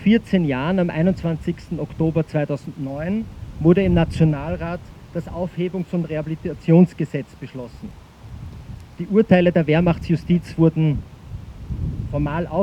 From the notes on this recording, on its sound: O-Ton Nie wieder Gleichschritt – Deserteursgedenken. Im Wiener Donaupark.